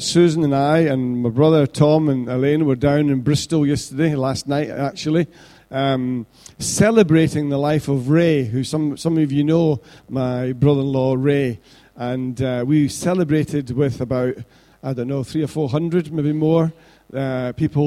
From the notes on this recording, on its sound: Recorded at freedomcentre church, Preston